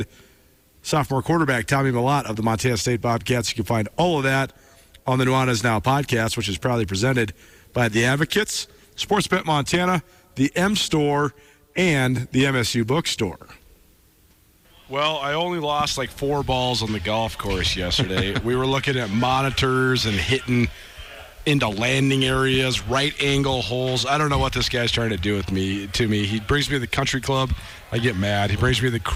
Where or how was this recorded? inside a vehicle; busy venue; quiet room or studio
busy venue